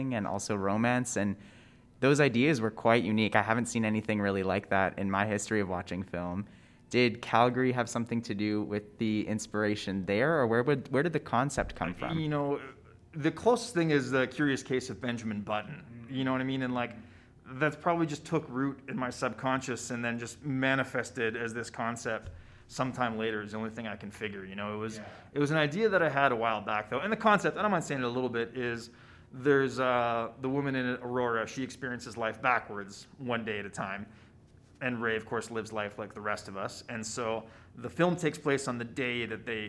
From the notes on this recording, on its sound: Live at the 22nd annual Calgary International Film Festival. On premiere night. At this iconic event.